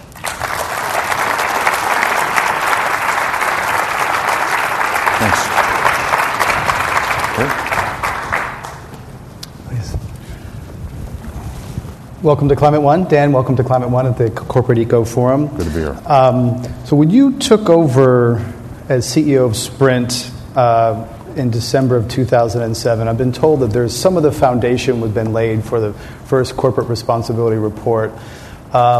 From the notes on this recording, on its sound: This program was recorded in front of a live audience in San Francisco on June 8, 2010